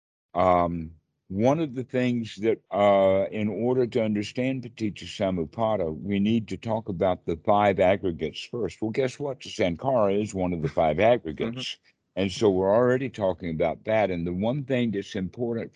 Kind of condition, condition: link, video call